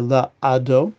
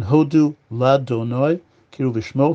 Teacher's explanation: we don't pronounce the aleph. We just go, the lamed sort of takes over and goes straight to the dalet. · Shown in: second take · Term: vikalev